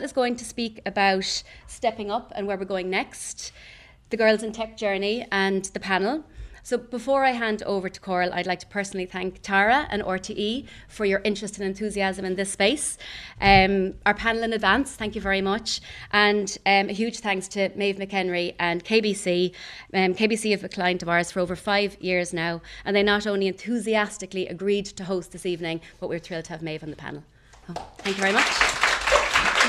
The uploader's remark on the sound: A special programme recorded in front of a live audience at a Dublin Tech Summit event.